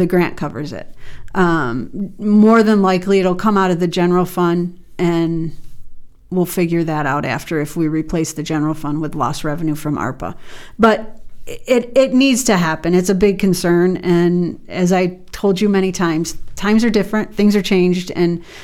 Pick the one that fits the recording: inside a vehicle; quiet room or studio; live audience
quiet room or studio